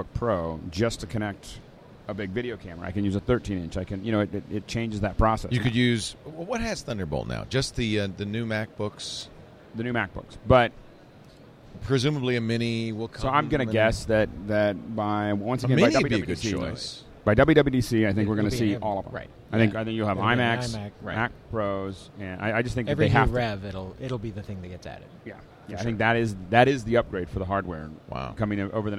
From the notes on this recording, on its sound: Live from NAB Show 2011.